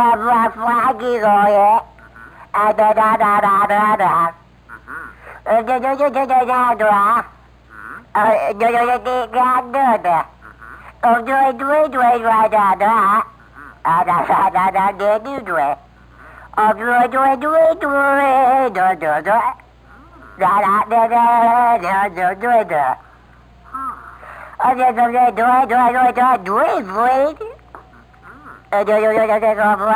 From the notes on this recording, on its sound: …'s Personal Prank Phone Calls Collection.